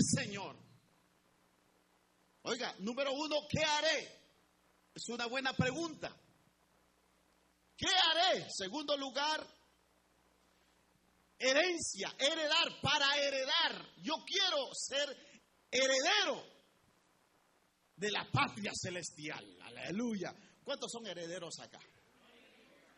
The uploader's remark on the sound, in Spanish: en Iglesia Palabra Viva, audio grabado el dia 20 de Enero 2019 Culto 845am